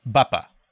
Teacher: It's in trochees, which is ba-ba. So it's stressed, unstressed.